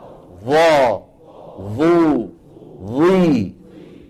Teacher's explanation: فالظاء فيها استعلاء لأقصى اللسان وفيها إيه؟ تضيق لسان المزمار يرجع إلى الوراء فيتضيق الحلق، بخلاف الذال والثاء.